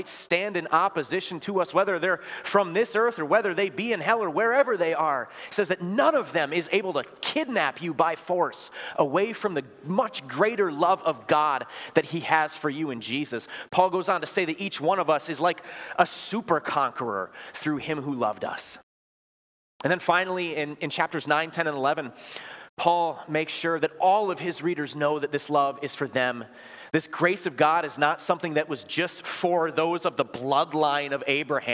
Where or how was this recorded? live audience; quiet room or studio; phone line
live audience